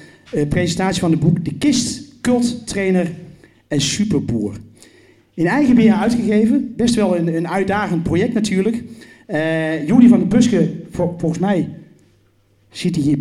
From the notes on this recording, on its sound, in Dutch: Opname van de presentatie van het boek. 'Een geweldig decor onder de tribune waar het naar clubliefde en nostalgie ruikt.